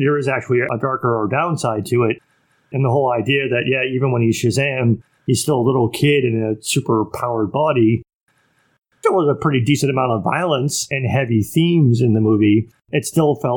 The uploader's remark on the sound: Most of this episode comes from the first thing we ever recorded for this podcast as a proof of concept. Some aspects of the audio quality aren’t our best.